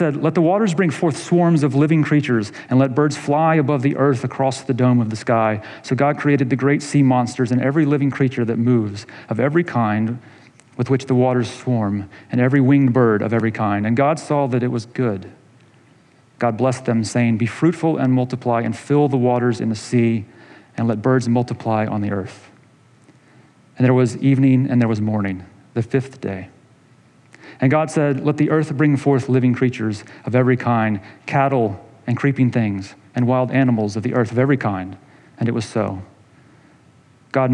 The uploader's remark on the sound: this episode is a sermon delivered in August of 2020